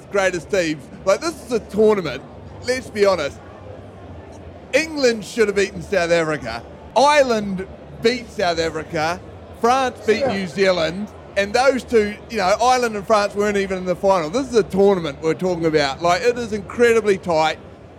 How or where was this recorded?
busy venue